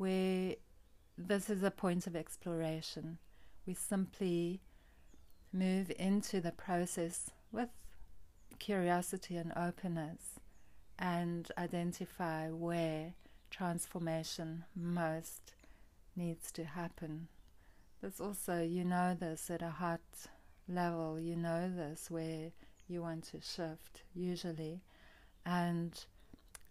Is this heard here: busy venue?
no